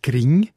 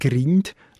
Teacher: Im grössten Teil vom Kanton Bern sagt man «Gring», nicht «Grind» · Shown in: first take